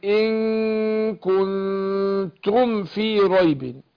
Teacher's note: هنا الميم وبعدها الفاء ده إظهار شفوي. أظهر الميم عند الفاء مش أخفيها أوديها غنة